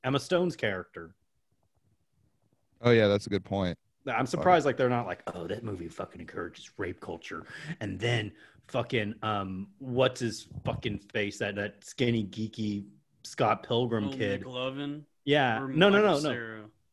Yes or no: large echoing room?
no